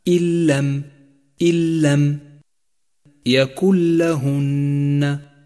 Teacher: جاءت النون الساكنة وبعدها حرف اللام وهو حرف إدغام بلا غنة تسقط النون من اللفظ تماما لذلك لونت باللون الرمادي وتشدد اللام بعدها من غير غنة